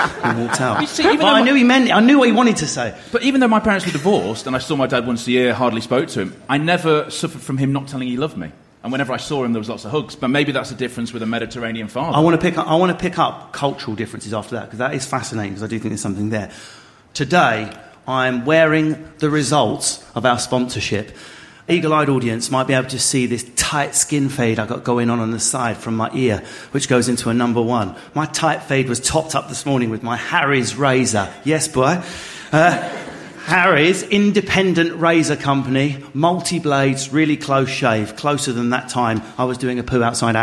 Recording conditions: live audience